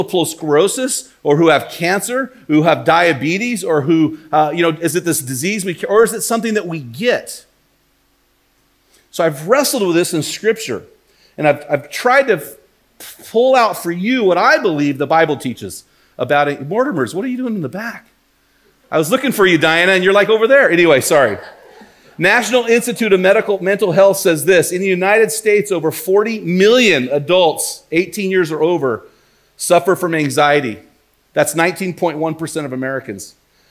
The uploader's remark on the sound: While preaching at Yamhill Christian Church in this bonus audio-only episode.